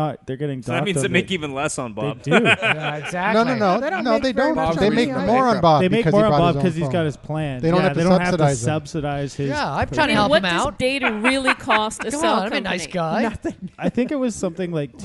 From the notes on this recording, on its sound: The Bunker Project is recorded with a live interactive studio audience.